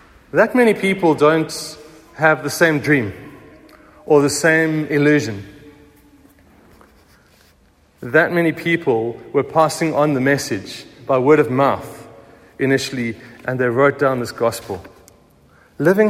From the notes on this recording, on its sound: Recorded at the 9:30am service on Sunday 16th April 2023.